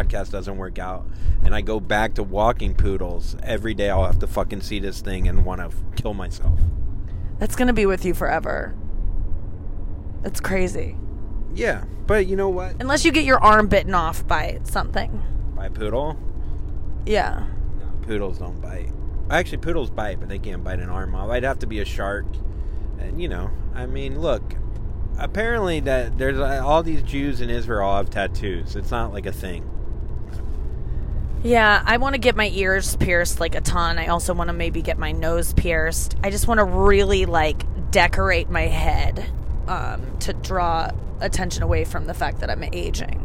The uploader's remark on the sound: In the car on the way to their gig at the Stress Factory in NJ. Back in the car.